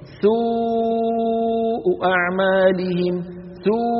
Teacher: كذلك الأمر بالنسبة للواو، فإنها تخرج باهتزاز الأوتار الصوتية في الحنجرة، ويصاحب ذلك انضمام للشفتين في الواو